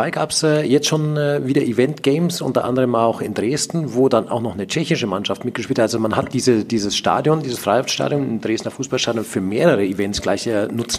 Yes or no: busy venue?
yes